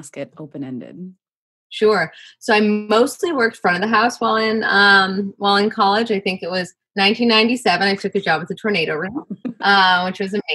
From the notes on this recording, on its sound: This bonus episode is adapted from a live (virtual) conversation and cooking demonstration. The conversation was broadcast live for Cap Times members.